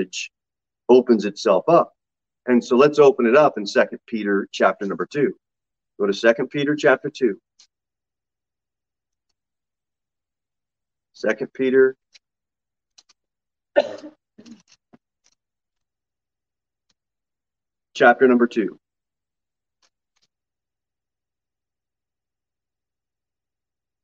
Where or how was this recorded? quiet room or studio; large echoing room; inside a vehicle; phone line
large echoing room